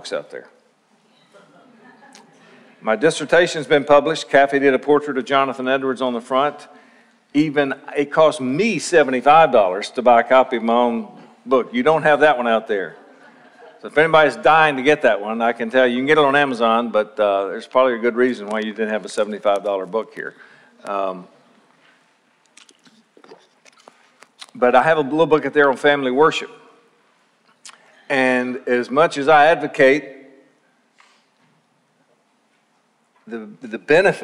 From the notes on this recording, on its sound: Session 1 of Lakeside Bible Church's 2019 Spiritual Life Conference.